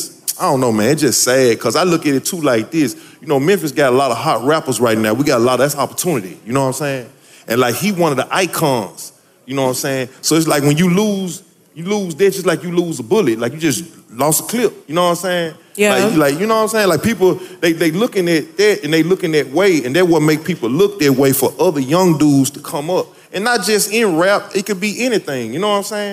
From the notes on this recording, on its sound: Live from the Buckhead Theatre in Atlanta, GA